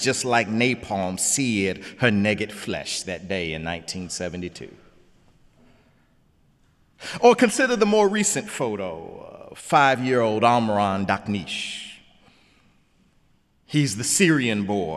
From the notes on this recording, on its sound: in the Memorial Church